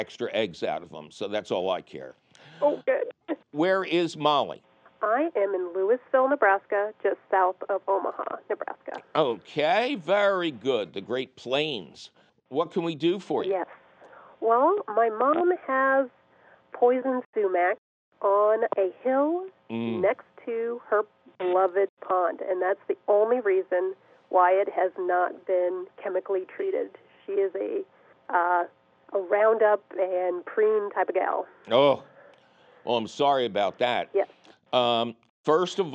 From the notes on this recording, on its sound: your 'salty' phone calls!